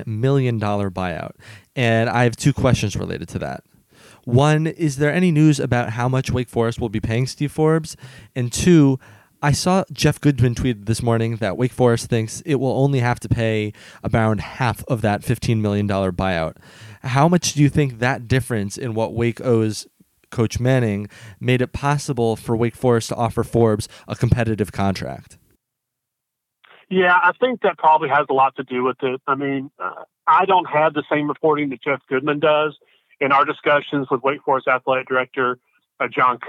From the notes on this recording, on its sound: calls